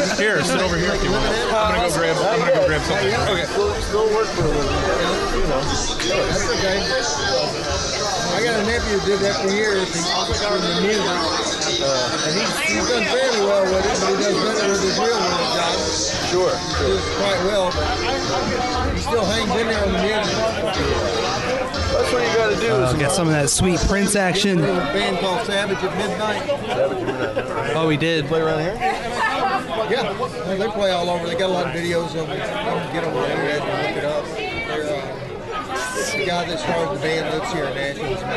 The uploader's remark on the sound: Tennessee Meetup. The full live stream of the Nashville meetup.